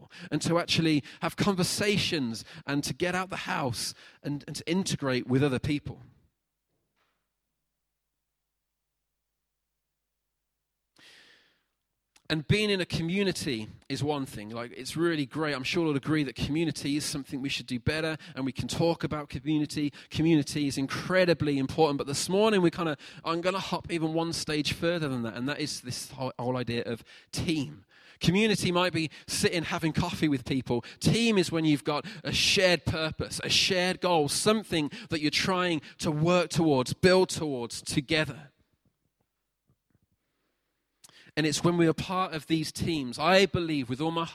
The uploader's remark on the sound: Recorded at freedomcentre church, Preston on Sunday 23rd June 2019